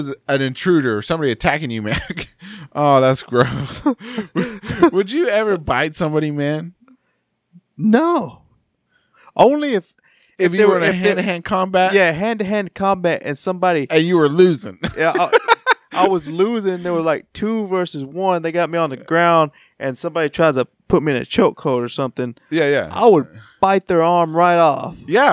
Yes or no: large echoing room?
no